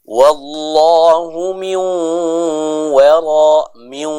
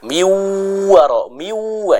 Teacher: Maka cara membacanya, secara makhraj kita sudah masuk ke pengucapan huruf waw, tapi secara sifat kita masih membaca sifat dari huruf nun, yaitu gunnah · Shown in: first take · suara yang dimasukkan ke dalam hidung. · Term: idgham bi gunnah